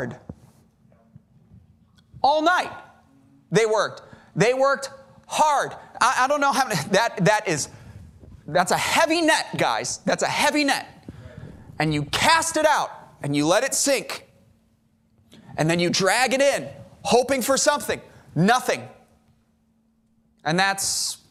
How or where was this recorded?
large echoing room